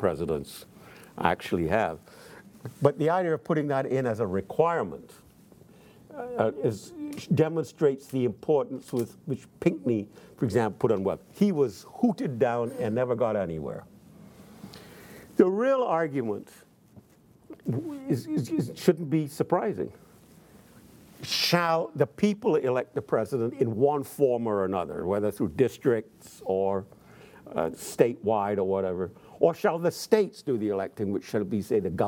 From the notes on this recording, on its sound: In front of a teacher audience.